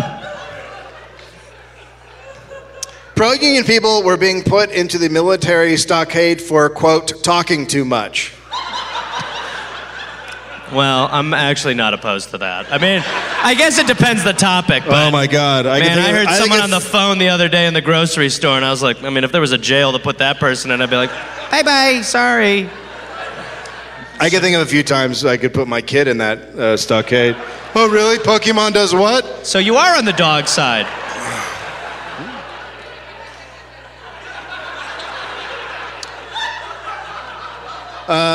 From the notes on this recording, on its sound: Live from the Oriental Theater in Denver, Colorado.